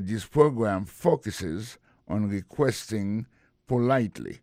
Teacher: dans mot focus là, accent tombé sur premier syllabe là